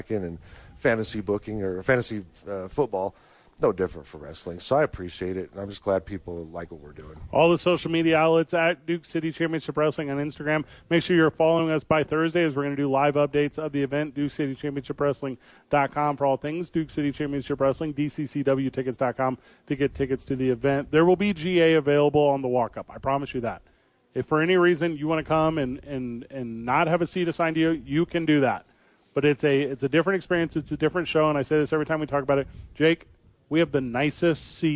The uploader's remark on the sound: live from The Duke Store with friends of the show